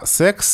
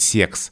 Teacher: Но вот э, именно слово «секс» э, обычно произносится в норме с твердым «с» · Shown in: first take · а носители языка старшего возраста, от них вот можно услышать «секс» с мягким «се», и вот здесь это слово нарушает эту закономерность.